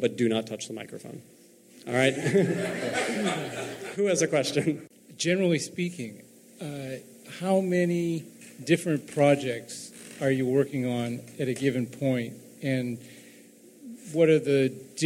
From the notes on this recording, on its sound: Live from San Francisco!